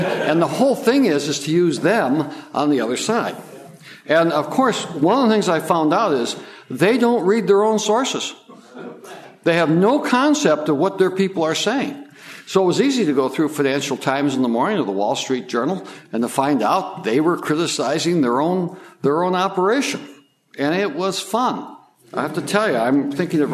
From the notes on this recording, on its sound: Part of the Authors Forum, presented at the Austrian Economics Research Conference. At the Ludwig von Mises Institute in Auburn, Alabama.